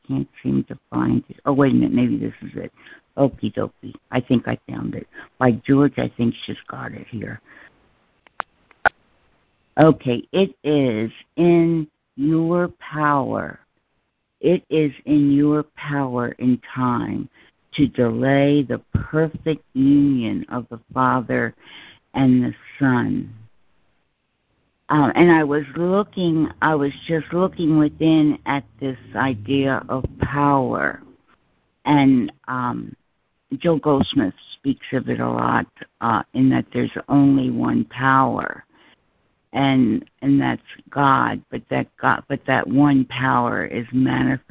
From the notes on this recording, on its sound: ACIM Daily Conference Call